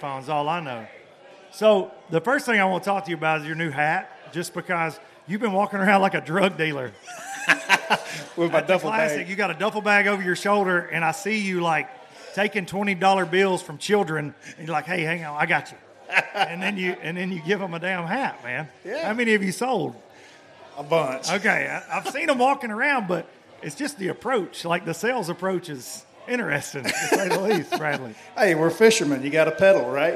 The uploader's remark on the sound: From the Low Lifer Parking Lot Party. In front of a rowdy bunch of Low Lifers.